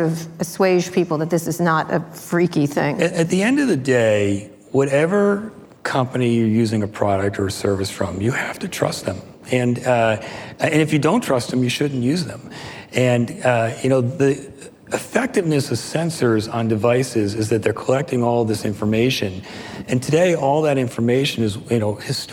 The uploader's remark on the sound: Live at Code 2019.